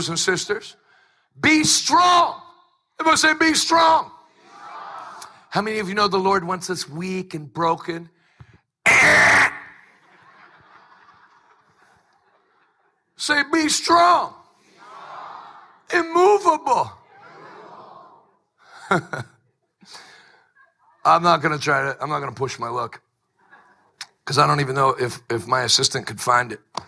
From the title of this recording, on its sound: LIVE from Extended Revival in Texas!